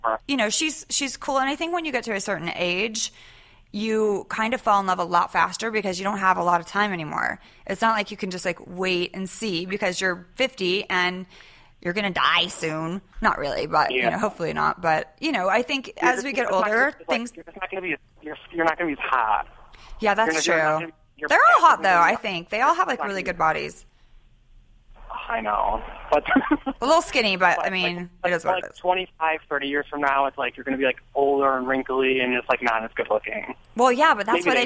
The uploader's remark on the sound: takes phone calls